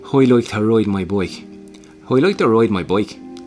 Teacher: there's a lot of breathy onset. So the air seems to seep out just before and just after the words.